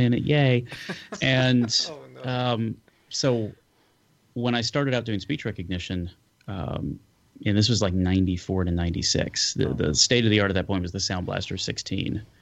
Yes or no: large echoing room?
no